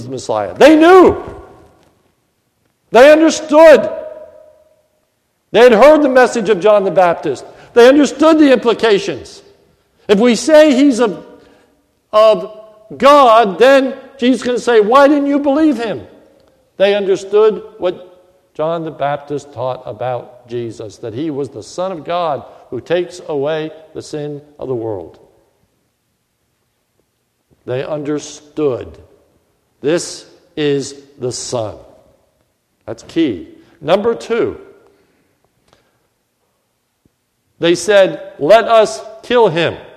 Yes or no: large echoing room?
yes